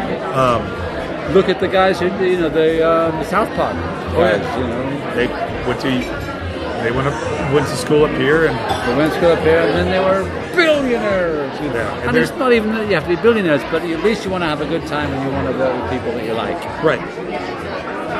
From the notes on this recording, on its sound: At his local pub (Under The Sun in Boulder) and over a few beers we have a fantastic chat.